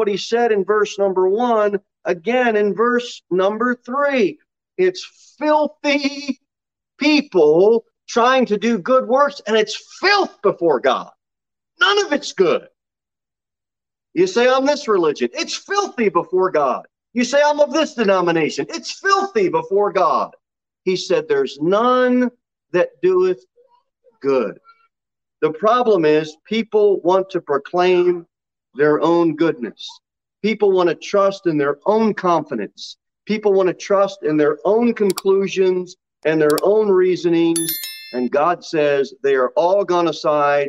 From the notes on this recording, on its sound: Sermon delivered at Pilgrim Baptist Church on Thursday, July 21, 2022 at 6:15 pm. Jere Whitson Rd.